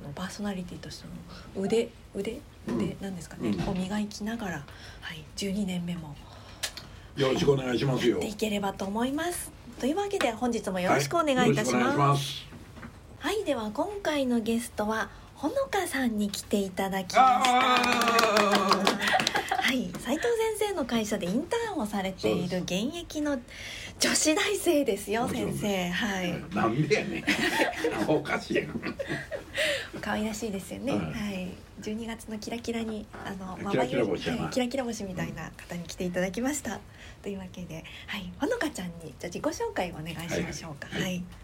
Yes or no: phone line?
no